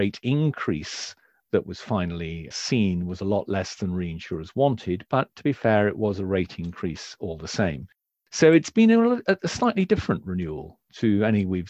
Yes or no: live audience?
no